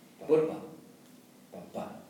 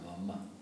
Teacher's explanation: se pronuncian a la altura de los labios · Term: labiales